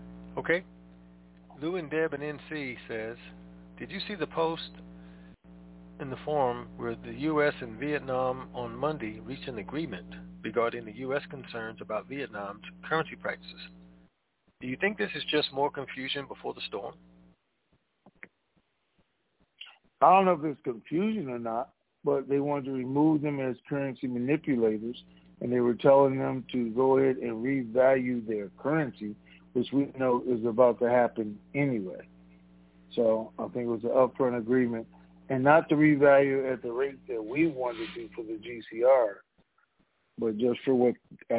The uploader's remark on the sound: TNTSuperfantastic Conference Call